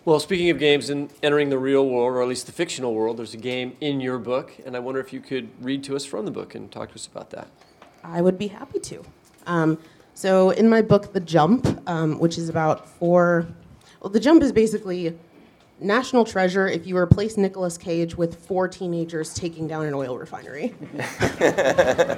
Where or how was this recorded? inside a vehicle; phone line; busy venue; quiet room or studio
busy venue